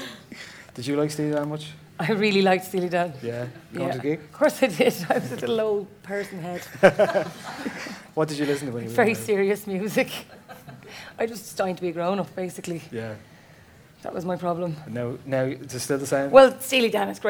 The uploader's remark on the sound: For our first ever live show at Science Gallery Dublin's The Art of the Sample night event. Thanks to the staff of the Science Gallery. On sound and our first live audience.